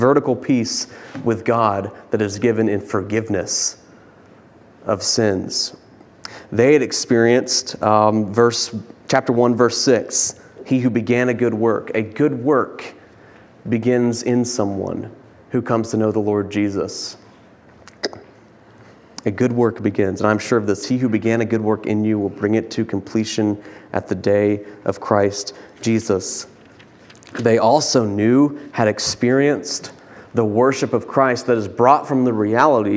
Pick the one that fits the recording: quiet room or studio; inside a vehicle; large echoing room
large echoing room